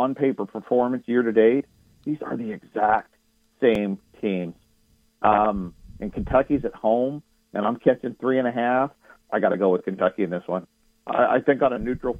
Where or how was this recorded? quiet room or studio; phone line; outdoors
phone line